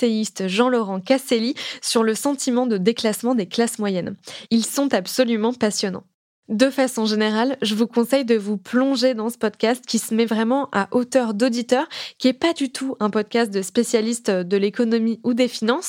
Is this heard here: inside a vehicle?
no